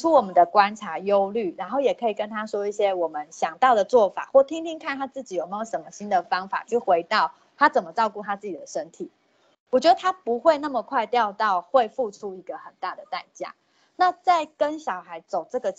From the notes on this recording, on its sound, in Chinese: 此為線上課程錄音檔